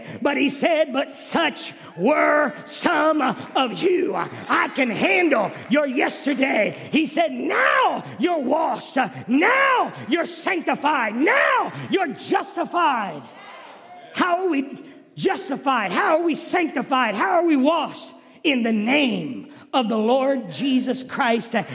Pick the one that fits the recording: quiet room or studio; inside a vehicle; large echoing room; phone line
large echoing room